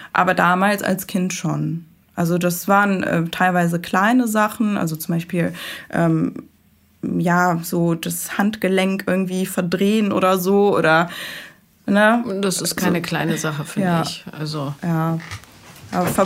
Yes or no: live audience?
no